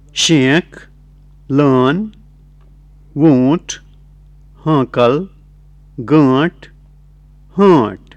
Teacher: Listen to the nasalized vowels in the word medial position.